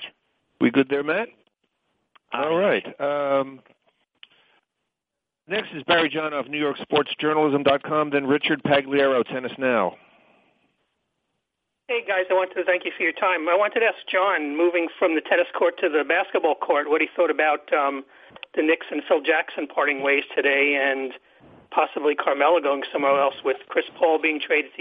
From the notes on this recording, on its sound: Wimbledon Conference Call